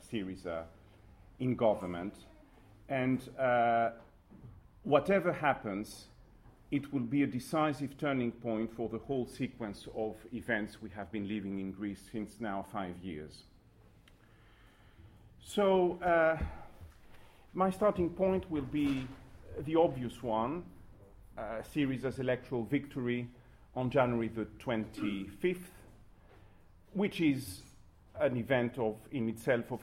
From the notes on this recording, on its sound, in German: Diese Veranstaltung wurde auf dem MarxIsMuss-Kongress 2015 aufgezeichnet.